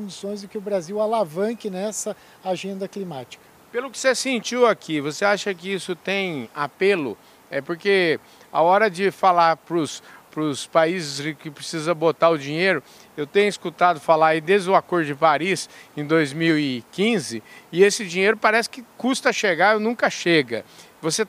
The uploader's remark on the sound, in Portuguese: Prosa gravada no ABEMA DAY, Associação Brasileira das Entidades de Meio Ambiente, evento que contou com a presença de inúmeros associados e pessoas da sociedade civil durante a COP28, em Dubai.